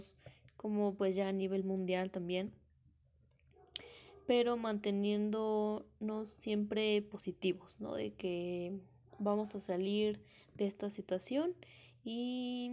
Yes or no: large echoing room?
no